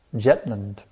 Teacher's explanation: with his Bengali language, they don't say the Z sound, so Prabhupada pronounced Jetland. But it is Zetland, actually, with a Z.